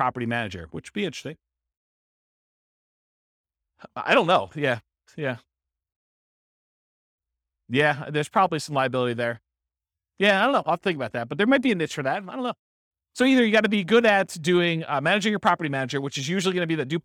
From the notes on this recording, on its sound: This was a live class recorded